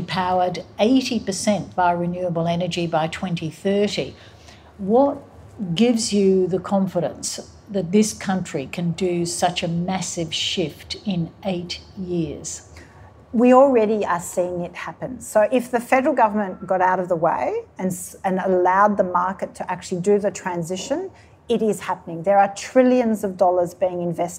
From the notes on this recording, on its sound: recorded live in conversation